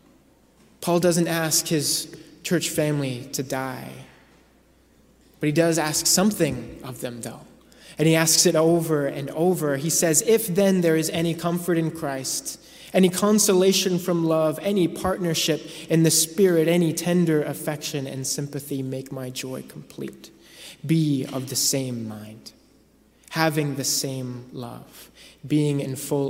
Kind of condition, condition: setting, large echoing room